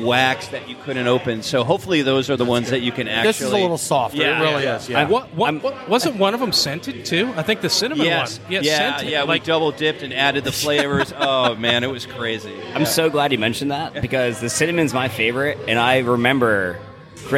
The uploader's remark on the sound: Live from Terrapin Brewery. We hung out with the crew at Terrapin Brewery Atlanta for the Live at the Battery beer fest.